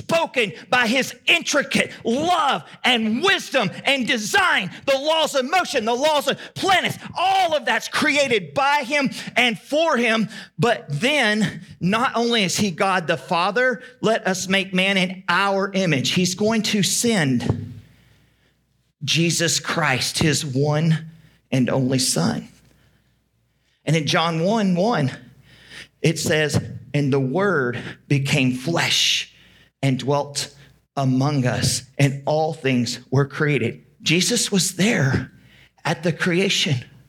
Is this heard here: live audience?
yes